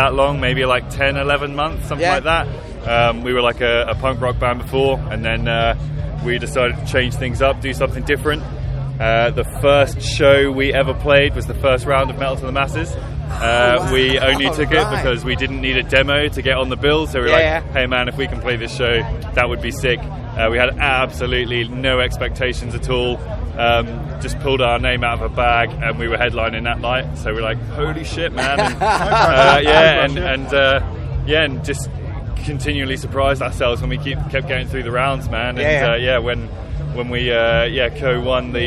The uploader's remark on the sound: at Bloodstock Festival 2022 ahead of their set on the Jaiger Stage.